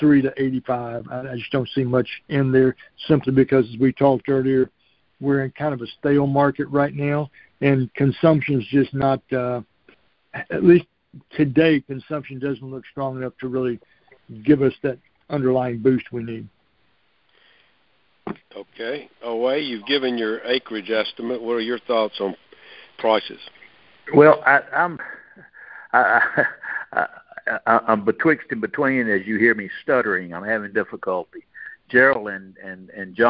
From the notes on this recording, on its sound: Monthly Cotton Conference Call.